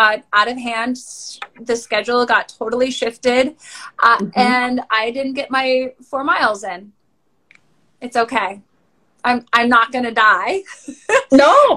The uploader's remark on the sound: I would like to share the recordings from these IG live sessions